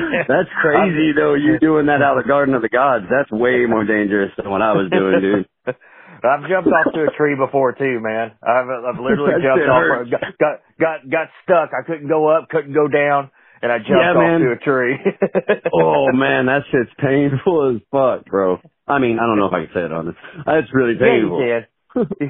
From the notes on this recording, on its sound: From Southern Illinois, call in to chat.